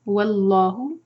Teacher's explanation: اللہ تعالیٰ کے نام سے پہلے جو واؤ ہے اس پر زبر ہے، فتحہ، تو واؤ کو لائٹ رکھیں گے اور لام جلالہ ہے بھی.